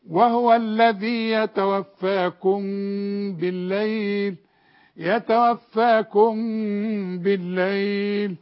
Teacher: الميم اللي بعدها بقى في المصحف مدام بدون تشكيل بيحصل لها إخفاء بغنة